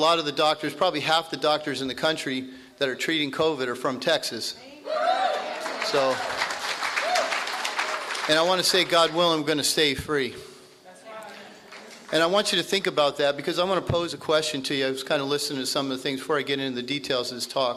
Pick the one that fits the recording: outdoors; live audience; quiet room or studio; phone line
live audience